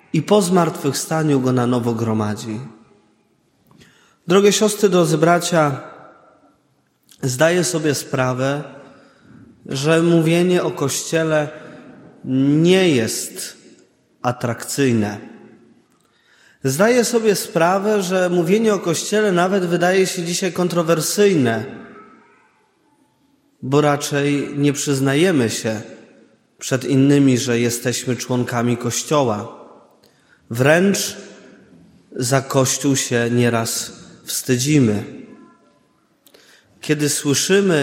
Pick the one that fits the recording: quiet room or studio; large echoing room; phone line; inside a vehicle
large echoing room